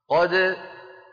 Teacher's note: أما لو وقفنا على قد، قد ونقلقل الدال